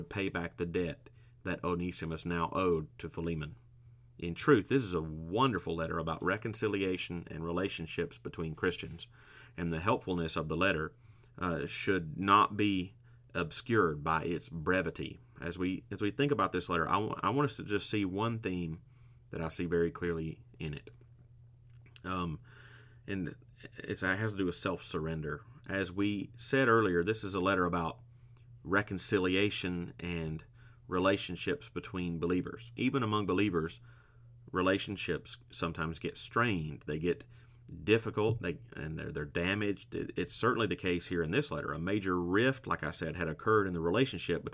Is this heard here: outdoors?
no